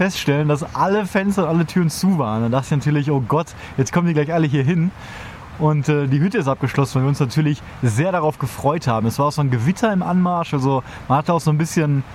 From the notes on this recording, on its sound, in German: Live vom Trail aus den Alpen. Daher haben wir live auf dem Trail ungefähr in der Mitte unseres Thruhikes am Abend zwischen Bäumen und Bächen im Camp eine Folge aufgenommen. Real live Zeltgespräche-Folge.